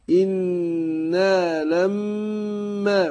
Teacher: إنا نبين الكسر اللي في الهمزة، وبعدين بند النون غنة حركتين. إنا لما، والميم مشددة برضو هنديها غنة حركتين